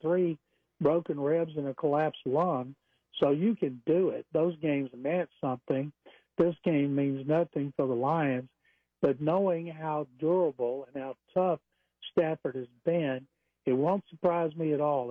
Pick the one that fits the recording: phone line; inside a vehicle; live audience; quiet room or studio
phone line